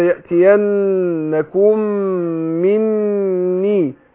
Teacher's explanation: خد بالك أقول إيه فإما يأتينكم مني هدى، شوف الغنن كل غنة يعني كل عندنا النون المشددة تاخد غنة حركتين والميم كذلك المشددة تاخد غنة حركتين